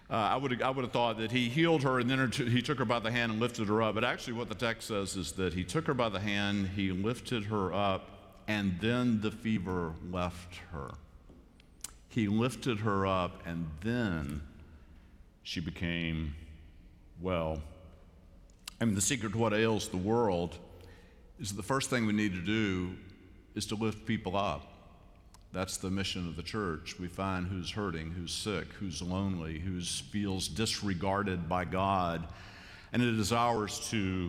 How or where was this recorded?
large echoing room